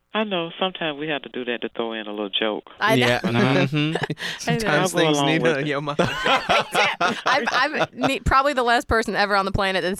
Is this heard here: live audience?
no